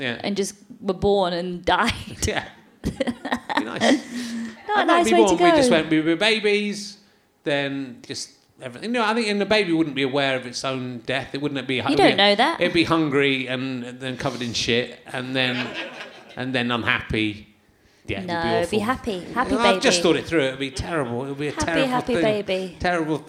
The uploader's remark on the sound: chats to a man in the audience